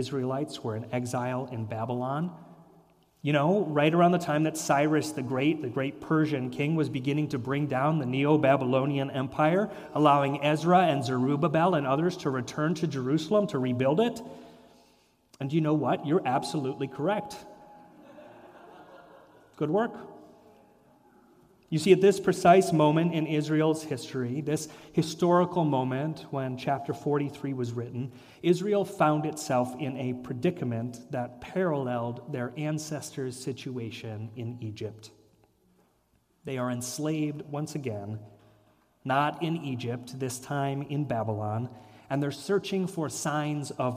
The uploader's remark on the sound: sermon and reflection at Fairmount Presbyterian Church